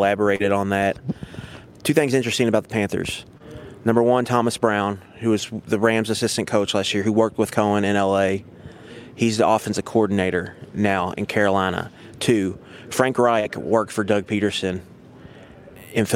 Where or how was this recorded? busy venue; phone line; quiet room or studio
busy venue